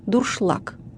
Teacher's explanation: Ударение падает на последний слог